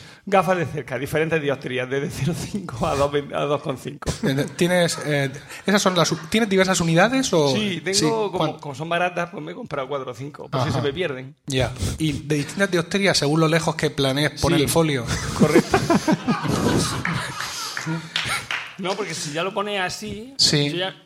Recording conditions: live audience